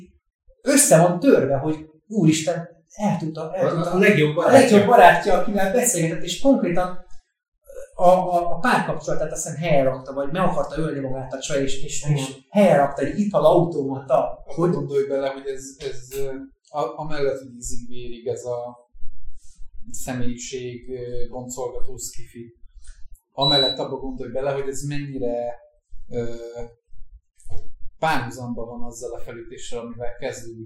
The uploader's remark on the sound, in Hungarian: Az új helyszín miatt. A technikai nehézségek sajnos megtaláltak minket ezen a kísérleti adáson.